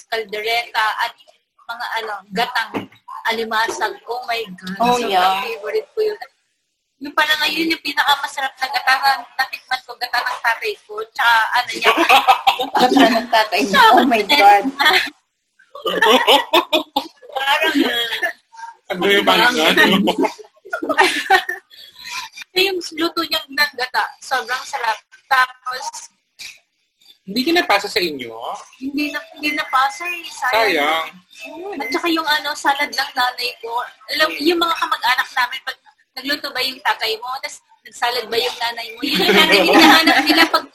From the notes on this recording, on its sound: Sorry sa hindi magandang audio quality. We learned something this day, dapat may magandang mic at malakas na internet to have a better audio quality when you are having dinner outside and dapat may noise reduction.